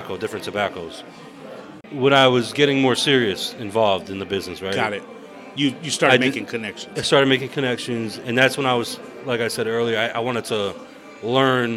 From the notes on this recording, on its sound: While sitting at a live Watts & Ward event. While sitting at a live Watts & Ward event.